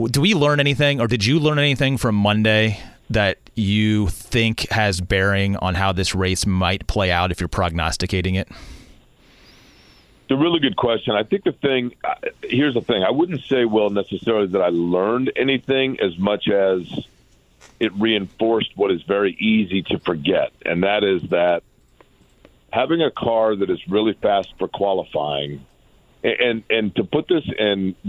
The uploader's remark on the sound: go back to the phone lines